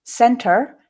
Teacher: center in the post-alveolar space, you can hear that r coming through